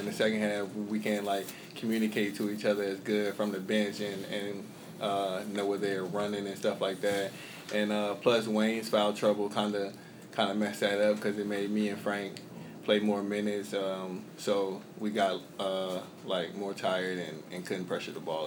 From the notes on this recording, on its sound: Press Conferences & Post-Game Interviews. Speak with media members about the Jayhawks' tight 75-69 victory over Harvard, Saturday at Allen Fieldhouse.